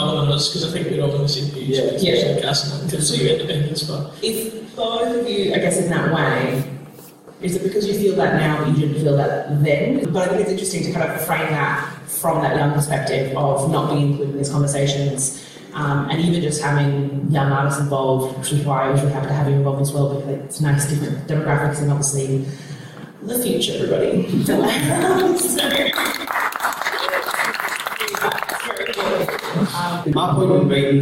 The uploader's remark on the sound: An afternoon of live performances took place at the Roxbury Central Festival Fringe venue in Edinburgh this June. The Indypodcast team were invited along to record the event.